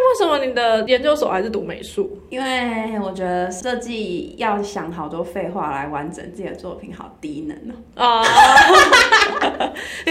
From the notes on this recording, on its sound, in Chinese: 佛心同事幫我們聲音調好走人後。我們兩個在錄音時麥克風離太近，互相收到對方的聲音。所以還是有些空間音。